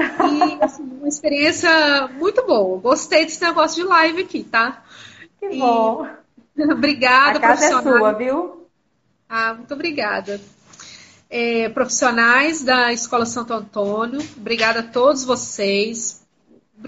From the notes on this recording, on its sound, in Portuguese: Realizada inicialmente no formato de live no instagram